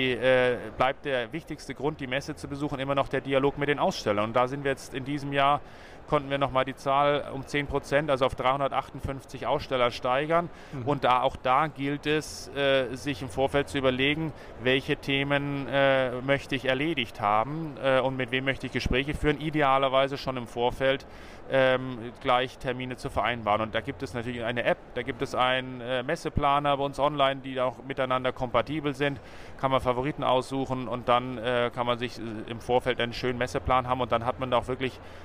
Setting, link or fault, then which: setting, busy venue